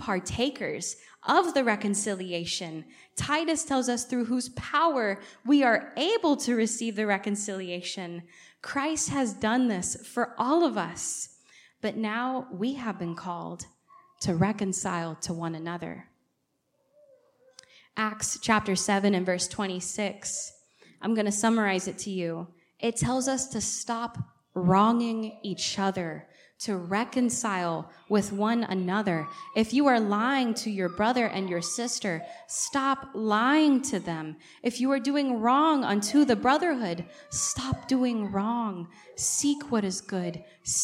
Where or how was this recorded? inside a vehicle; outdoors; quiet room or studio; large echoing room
large echoing room